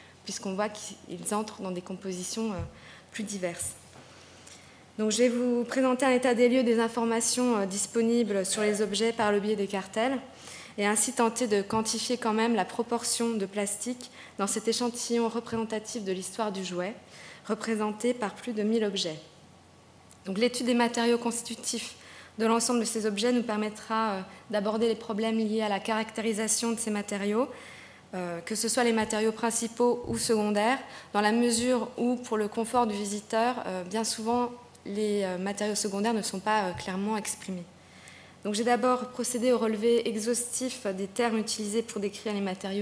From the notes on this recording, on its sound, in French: Enregistrée le 16 décembre 2011 dans le cadre du colloque « Conserver, restaurer et exposer les collections de jouets ».